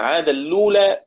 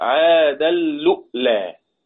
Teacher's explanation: وضع همزة ساكنة على واو المد فتحولت إلى همزة ساكنة · Shown in: second take · فبدلا من عاد اللولا صارت عاد اللؤلا.